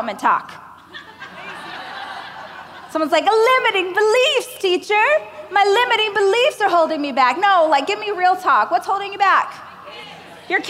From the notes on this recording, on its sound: a keynote speech I gave during the Growth